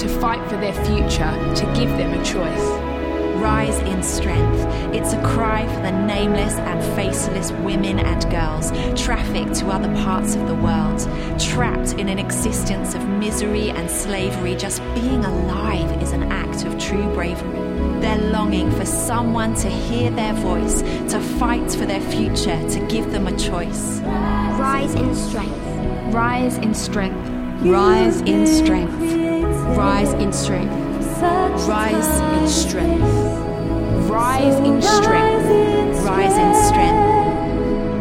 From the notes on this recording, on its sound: This was recorded at Skylark Church on 21st July 2019.